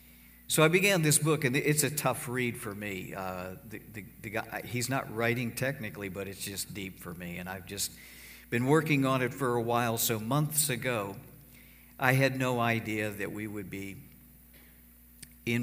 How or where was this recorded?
large echoing room